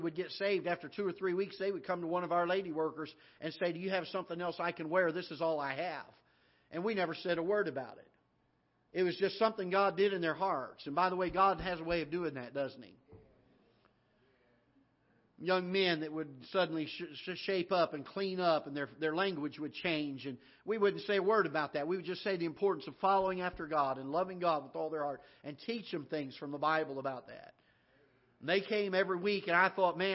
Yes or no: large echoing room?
yes